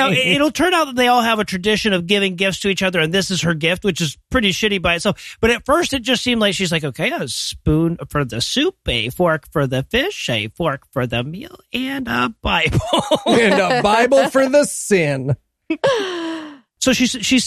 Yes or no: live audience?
no